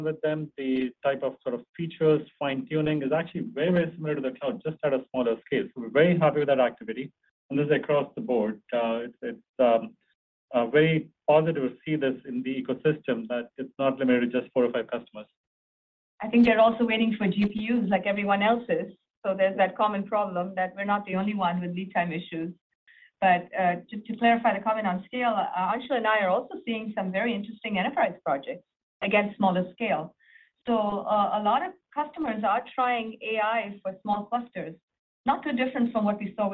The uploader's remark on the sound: Q3 2023 Earnings Conference Call & Webcast of Arista Networks, Inc.